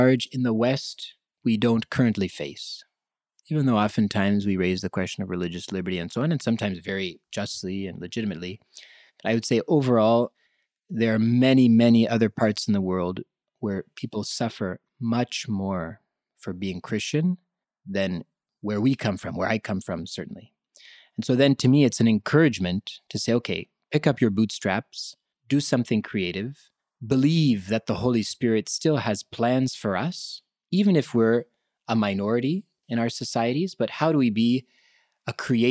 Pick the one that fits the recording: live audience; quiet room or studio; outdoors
quiet room or studio